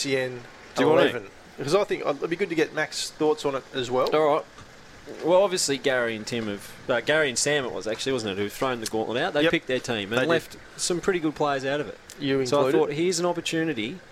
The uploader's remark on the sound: live at Chemist Warehouse